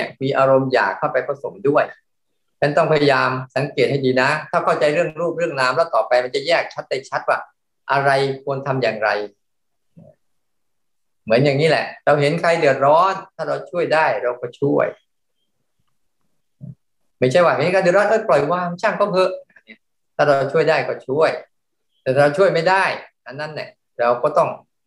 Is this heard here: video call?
yes